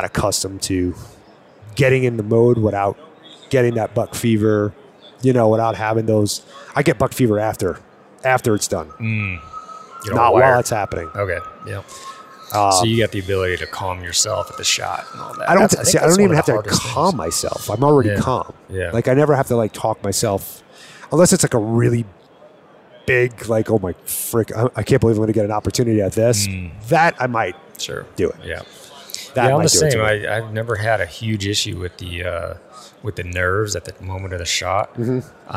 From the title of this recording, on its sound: live at hunt Expo